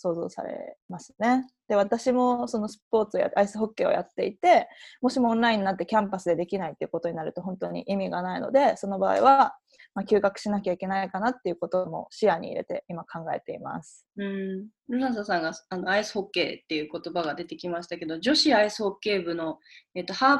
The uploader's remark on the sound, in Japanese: 初めてリモート収録を行いました